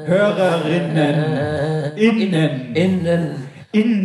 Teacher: Das Binnen-I wird abgehackt gesprochen, habe ich gelernt. · Term: Glottisschlag